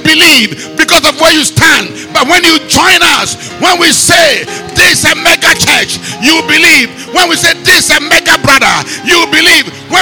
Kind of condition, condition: setting, large echoing room